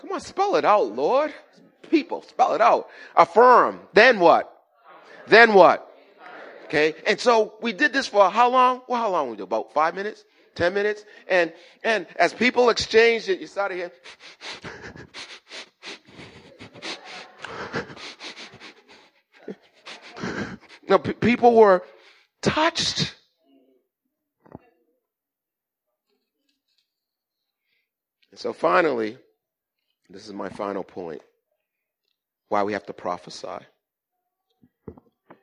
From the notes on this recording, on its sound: Recorded at the 08:30am Service on 2017-05-07.